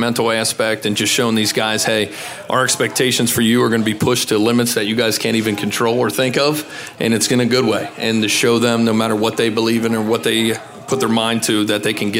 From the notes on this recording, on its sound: The WCPO High School Insider Podcast held a special live episode at the Western Hills Chick-fil-A.